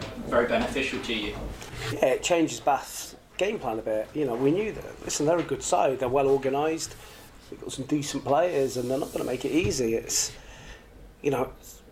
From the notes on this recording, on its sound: Managers Post Match Press Conference